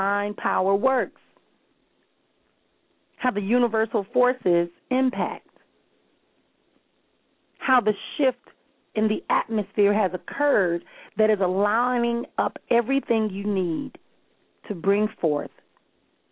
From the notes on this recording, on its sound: callers may call in with questions